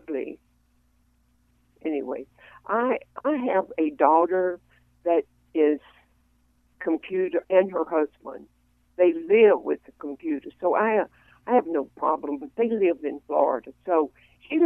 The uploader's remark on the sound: Check A Pro Radio Show. Takes phone calls from listeners.